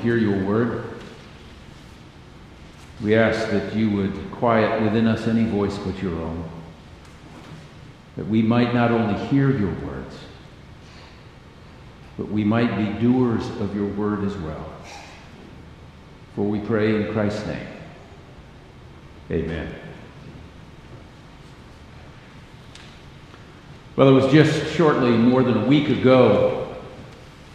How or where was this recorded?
large echoing room